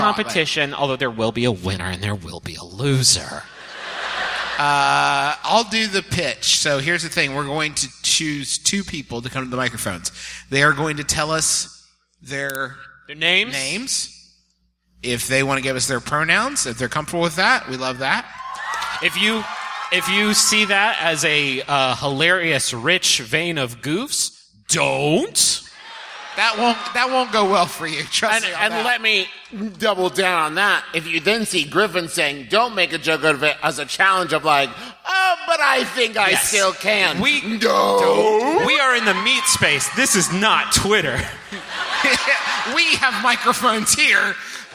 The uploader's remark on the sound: Here's our recent live show from the McFarlin Memorial Auditorium in Dallas, Texas.